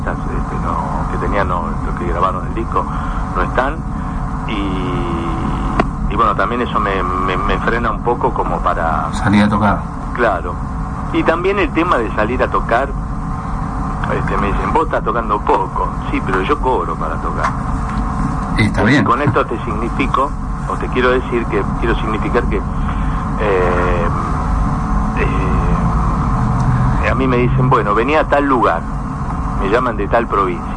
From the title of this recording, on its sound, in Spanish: Nota telefónica